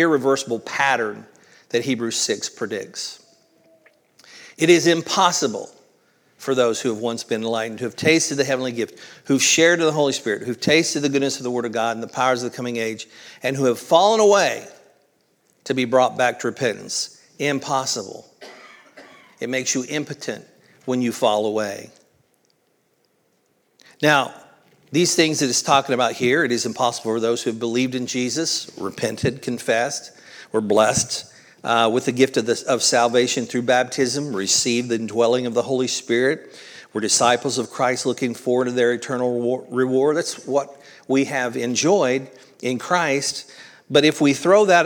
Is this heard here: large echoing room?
yes